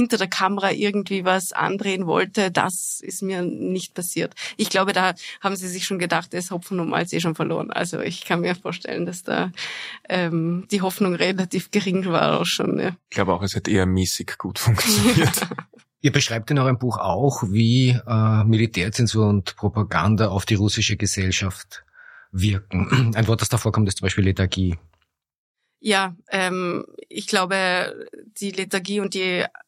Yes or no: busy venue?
no